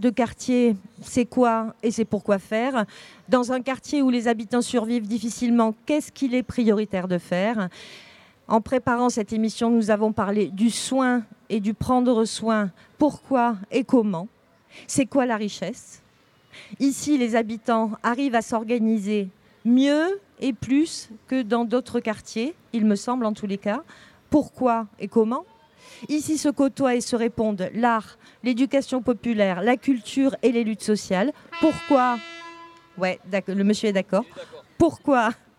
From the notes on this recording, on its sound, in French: Radio Belle de mai s'est enregistrée samedi 07 septembre, sur la place Cadenat, dans le quartier, au coeur du Plexus Rouge. Autour de la table devant les micros il y a des habitantes du quartier, des activistes, des artistes, les unes sont parfois les autres et réciproquement.